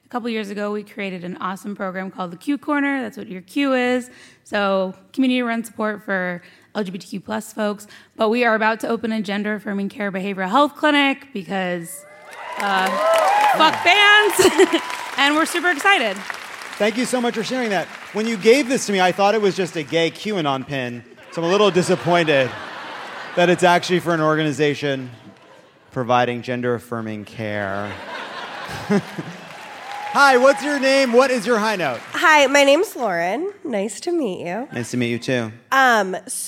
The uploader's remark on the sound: Live from San Francisco!